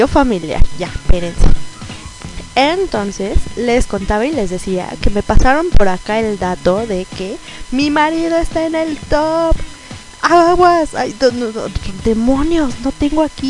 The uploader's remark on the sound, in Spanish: El audio original cuenta con un zumbido, favor de tener sus precauciones. Especial colaboración en radio k-pop méxico.